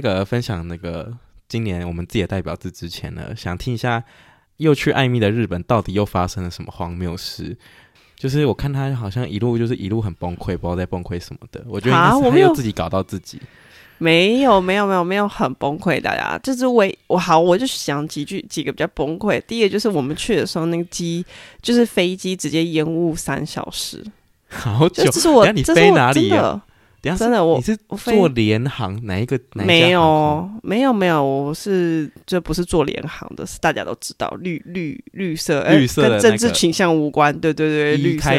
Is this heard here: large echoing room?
no